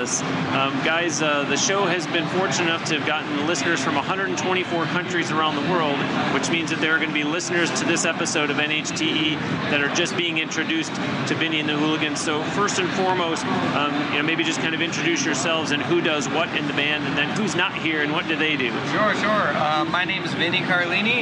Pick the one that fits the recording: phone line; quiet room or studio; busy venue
busy venue